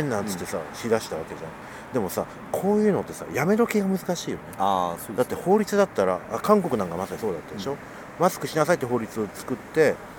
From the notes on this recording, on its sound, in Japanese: 今回の収録は札幌大通公園で